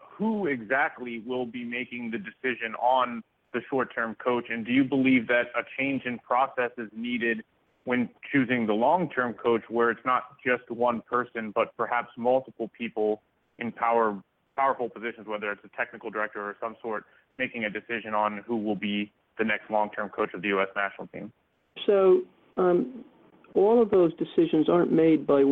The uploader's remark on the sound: later in the show you can hear the full conference call.